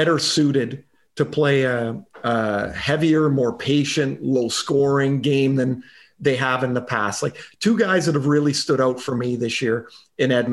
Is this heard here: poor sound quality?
no